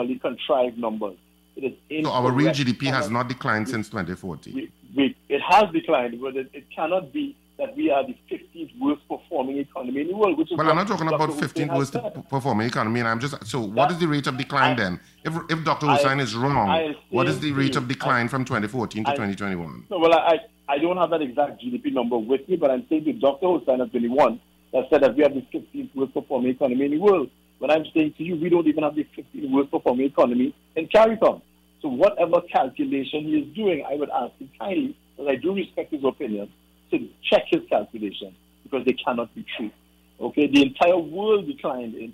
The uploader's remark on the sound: We take more calls from the audience.